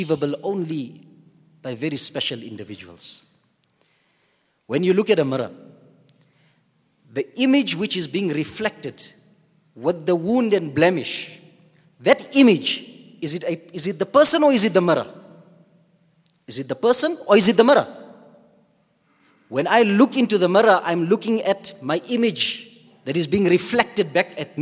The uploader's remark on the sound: at the Houghton Masjid (West Street)